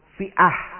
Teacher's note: Itu kalau dia wakof tidak peduli akhirnya itu bunyinya apa, fiatun, fiatan, fiatin, kalau berhenti jadi ha sukun